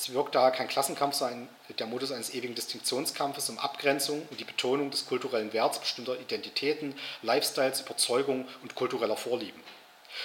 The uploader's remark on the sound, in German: Veranstaltet vom Alternativen Vorlesungsverzeichnis der Uni Halle Melanchthonianum Universität Halle, Hörsaal XXVIII.